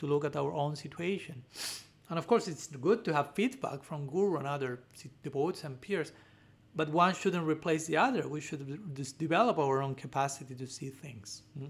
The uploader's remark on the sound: given at Radha-Gopinatha Mandira on March 14, 2023